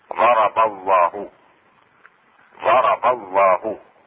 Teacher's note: تفخيم لام اسم الجلالة في 3 مواضع: الموضع الأول إذا انفتح ما قبلها، يعني إذا كانت فتحة ما قبل اسم الجلالة تفخم